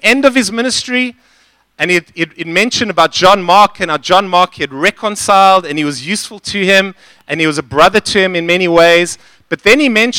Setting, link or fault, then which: setting, large echoing room